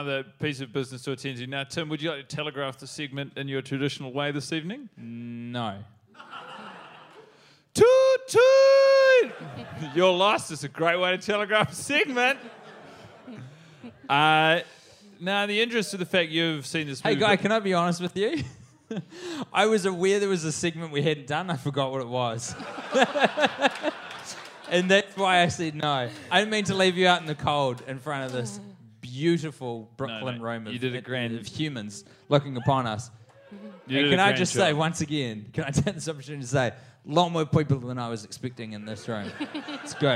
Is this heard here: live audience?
yes